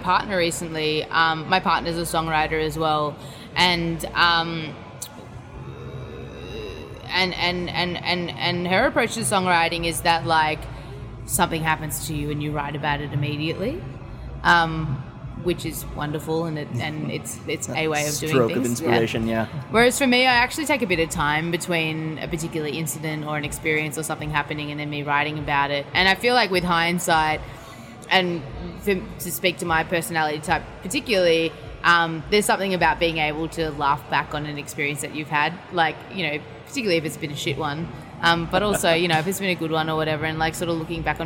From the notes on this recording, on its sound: Backstage at Lollapalooza.